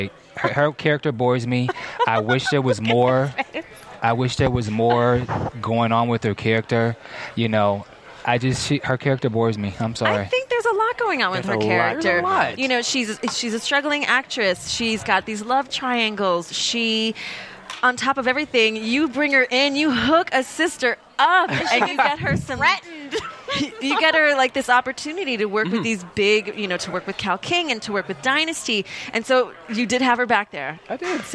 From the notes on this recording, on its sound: LIVE from the Kari Feinstein Style Lounge gifting suite for the 2012 MTV Movie Awards